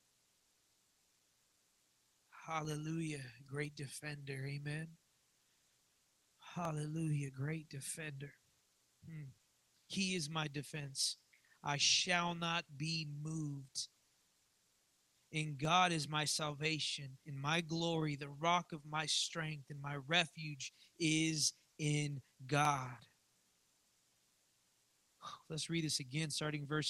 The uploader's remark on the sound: live from the Redemption